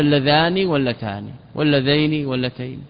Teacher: ثبوت نونها مكسورة مخففة كنون المثنى